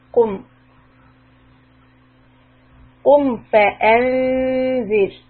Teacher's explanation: the قَاف ضَمَّة make a rounded lip